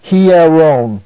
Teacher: Both iota and epsilon are separate and make up two syllables. They are, do not make up a diphthong.